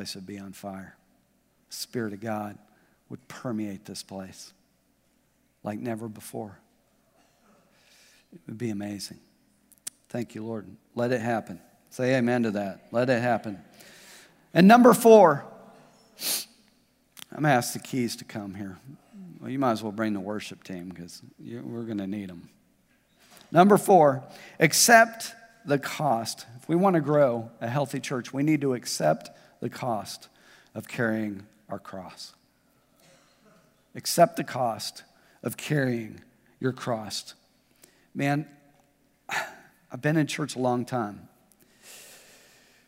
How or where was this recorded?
large echoing room